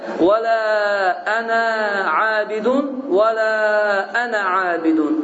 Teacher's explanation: Deməli, bu işarəni harada görsəniz, qardaşlar, belə bir yumru işarəni, bilin ki, orada uzatmırsan, yəni iki hərəkə miqdarını uzatmırsan və açıq bir şəkildə ənə deyə tələffüz edirsən